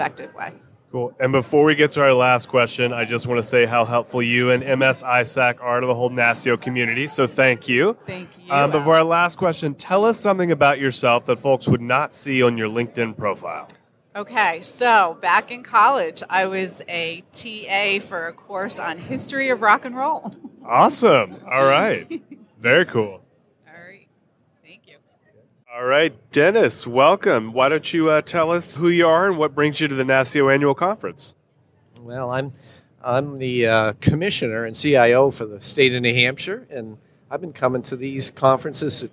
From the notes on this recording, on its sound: During the NASCIO Annual Conference in Minneapolis. Interviewed nine attendees.